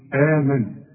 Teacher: كل همزة على السطر وبعدها ألف مدها حركتين